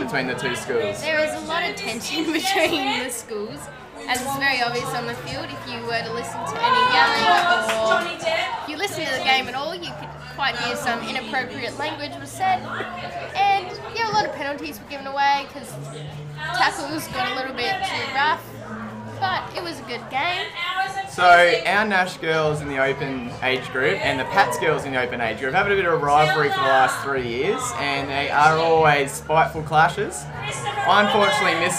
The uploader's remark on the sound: Live from the Quad. Recorded this episode amongst the hustle and bustle of Book Week in the school's quadrangle.